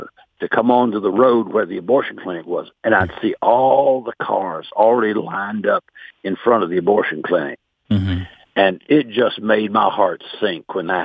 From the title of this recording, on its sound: Today's Phone Guest